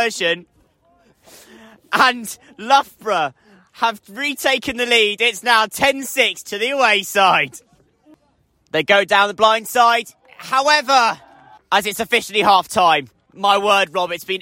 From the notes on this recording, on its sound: The top two teams in the Southern Premier division of BUCS Rugby League clashed at the Rubber Crumb. Live commentary of this clash of the titans between champions and vice-champions.